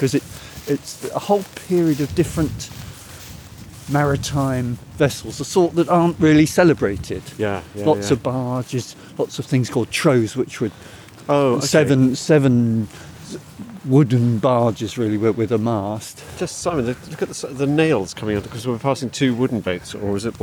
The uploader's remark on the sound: Takes a walk among the river. Explore a desolate graveyard of ships on the River Severn.